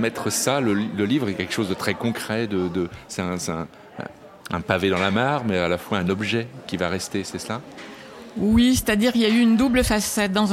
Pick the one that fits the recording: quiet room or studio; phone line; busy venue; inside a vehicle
busy venue